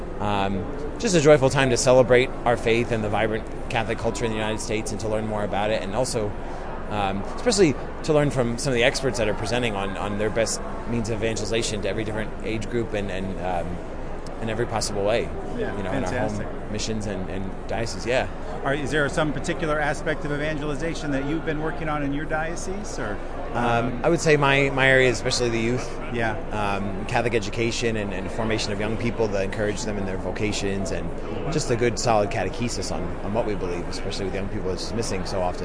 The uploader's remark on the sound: It was exciting to hear the hopes and expectations of those who traveled to this unprecedented event. Becomes the “man on the street” who approaches participants with a microphone in hand.